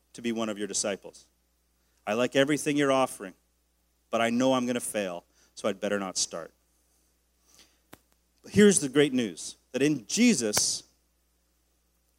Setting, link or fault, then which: setting, large echoing room